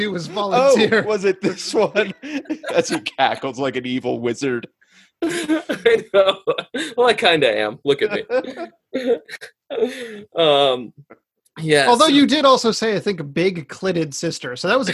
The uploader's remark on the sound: The audio for this podcast came directly from our Zoom call, so the quality is not up to usual standards.